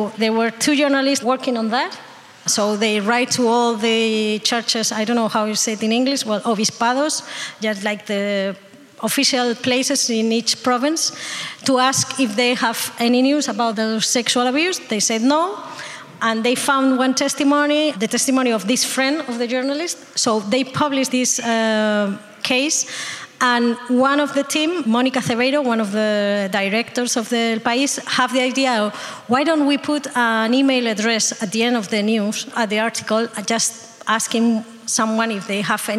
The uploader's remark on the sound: Recording of a panel debate held on the 12th of October at Bozar in Brussel. Organized by Sphera Media Lab and Arty Farty.